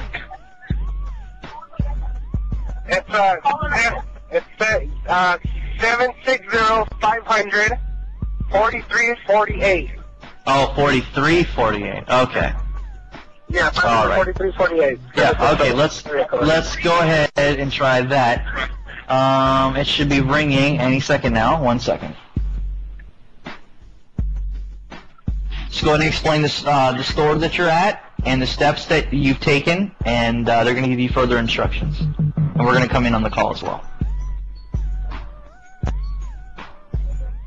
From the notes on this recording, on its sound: Prank Phone Calls